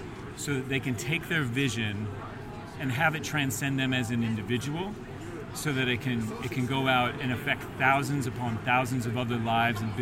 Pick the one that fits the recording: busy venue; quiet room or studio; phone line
busy venue